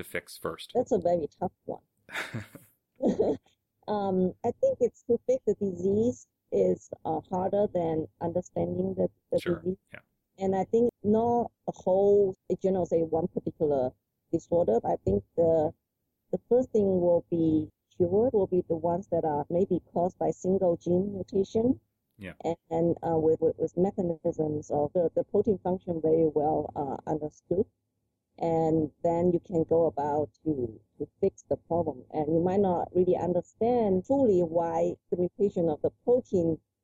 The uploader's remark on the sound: We had some technical difficulties during our interview. The audio quality is not as good as it should be.